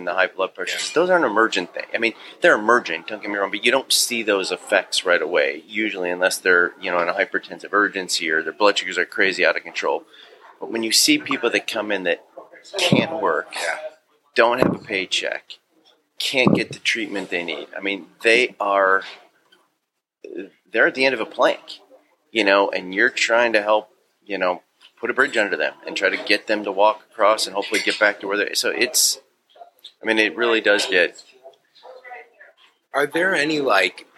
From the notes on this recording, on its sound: This episode of the Triple D Podcast was recorded at Davis Bakery & Delicatessen.